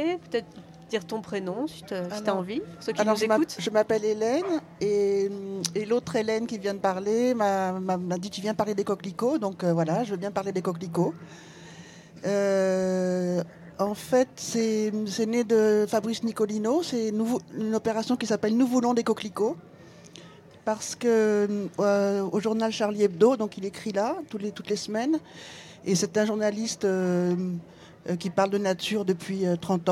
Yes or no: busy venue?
yes